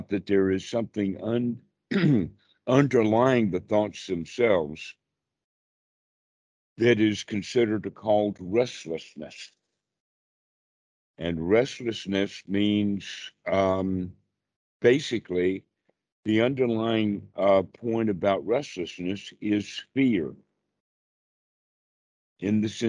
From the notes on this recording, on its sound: skype calls on this channel